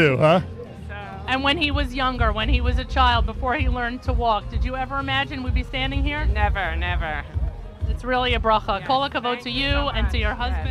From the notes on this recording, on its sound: Live Remote Alert! Broadcasts with Bike4Chai from Camp Simcha, the World's Greatest Finish Line.